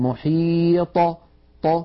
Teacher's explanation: فإذا سكنت الطاء اهتزت في مخرجها وخرجت بالتباعد بين طرفي عضو النطق، ولم تخرج بالقرع أو بالتصادم بين طرفي عضو النطق كبقية الحروف الساكنة، فنقول في السكون أطى محيط، ولا نقول محيط هكذا محيط، بل نقول محيط ط، فهكذا نخرجها بالتباعد بين طرفي عضو النطق شديدة مجهورة مستعلية مطبقة. · Term: القلقلة